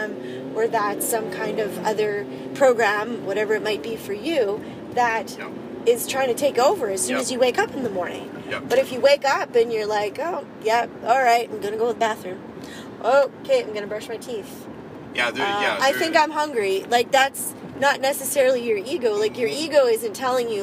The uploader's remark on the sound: recorded on the car ride home from a few hours of R&R at a local beach